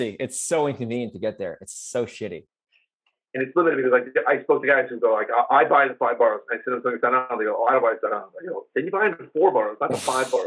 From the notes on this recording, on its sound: We regret to inform you that the upcoming episode may have some audio issues.